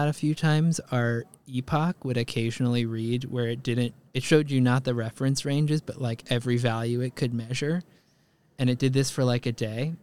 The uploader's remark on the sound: LIVE from NYVet